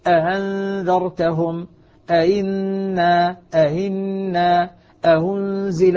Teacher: فالآن أحقق الهمزة الأولى وأسهل الهمزة الثانية، أأنذرتهم أئنا أهنزل، هذا تسهيل، هذا هو تسهيل الهمزة الثاني.